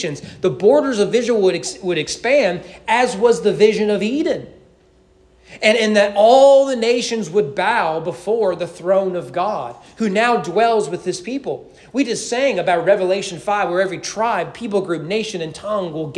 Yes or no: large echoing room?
yes